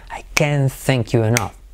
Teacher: acentúo sin pronunciar la T